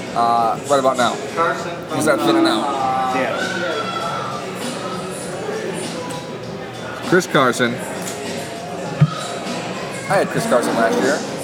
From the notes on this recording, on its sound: live on location from Buffalo Wild Wings